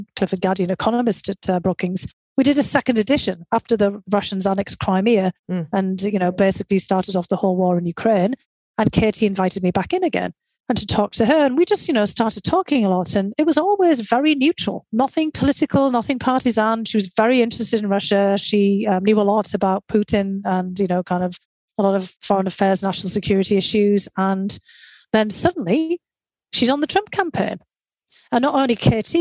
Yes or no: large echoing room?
no